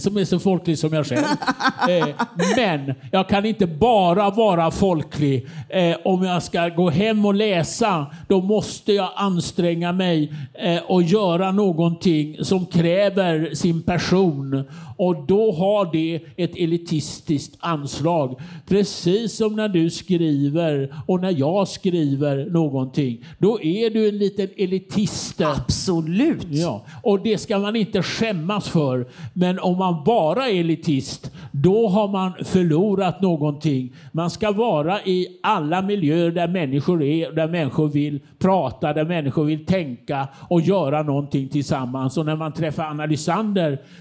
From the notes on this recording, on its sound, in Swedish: inspelat på Bokmässan 2023 och arrangerat av Nätverkstan Kulturtidskifter